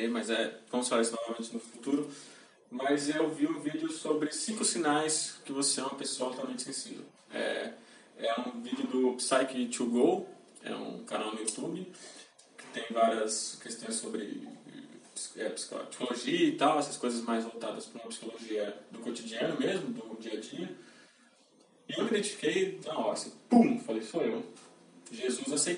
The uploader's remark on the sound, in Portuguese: O áudio ficou um pouco ruim e pedimos desculpas